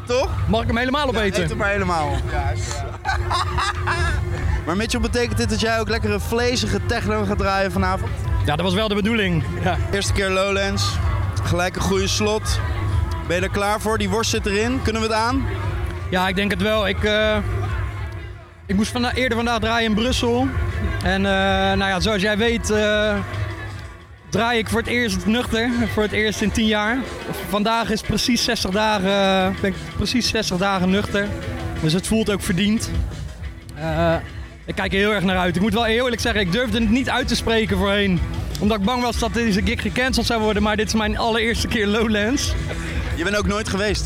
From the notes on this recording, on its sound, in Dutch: Live vanuit de artist village op Lowlands is dit de zaterdagaflevering van LLowcast. Doen verslag vanuit alle hoeken en gaten van het festival.